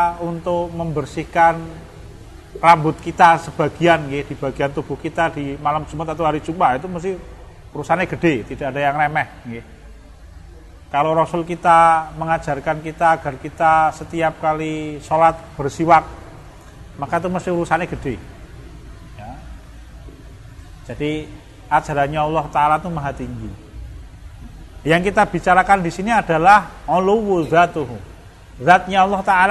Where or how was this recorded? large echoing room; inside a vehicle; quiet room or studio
large echoing room